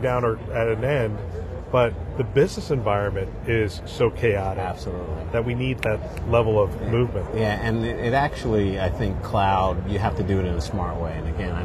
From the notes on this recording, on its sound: An Interview in Action live from ViVe 2023.